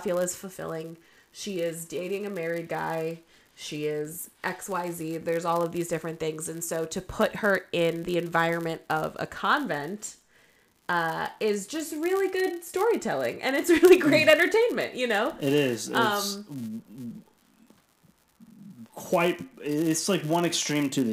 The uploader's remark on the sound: We apologize for the sound issues in this episode